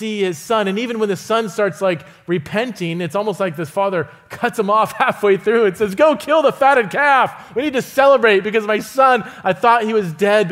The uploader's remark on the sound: visits Resonate Church to teach